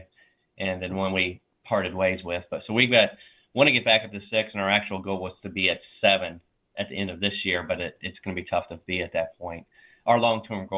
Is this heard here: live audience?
no